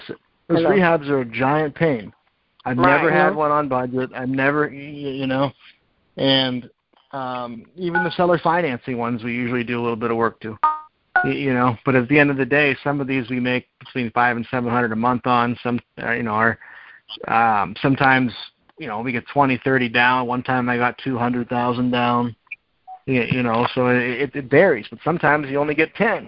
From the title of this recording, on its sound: Gold Club Q&A Call